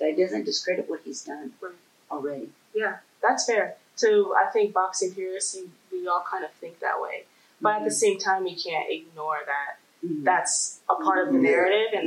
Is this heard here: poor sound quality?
yes